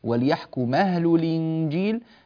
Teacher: نقل حركة الهمزة إلى الساكن، وليحكم أهل أصل الكلمة التي بعدها أهل، ها فهي همزة قطع مفتوحة، فانتقلت همزة القطع، انتقلت فتحة الهمزة إلى الميم فصارت وليحكم أهل الإنجيل